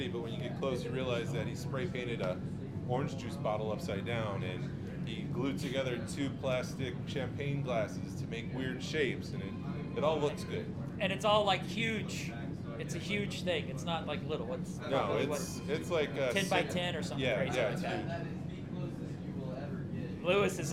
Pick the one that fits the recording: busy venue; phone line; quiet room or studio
busy venue